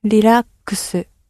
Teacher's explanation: With the R and the L sound, always keep it very soft. It's not a hard R sound at all in Japanese. It's much closer to an L. Some people actually feel more comfortable pronouncing it as an L rather than as an R.So as long as you keep it soft, almost lisp-like, then it will sound more naturally Japanese.